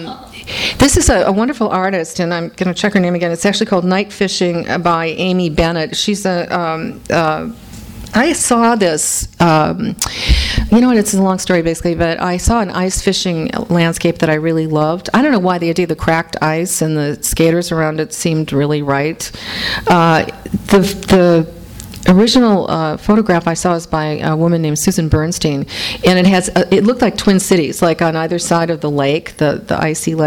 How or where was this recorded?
live audience